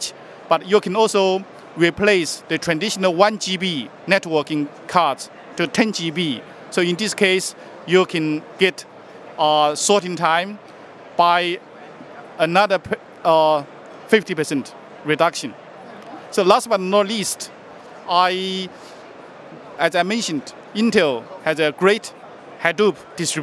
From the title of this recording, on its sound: Live from HP Discover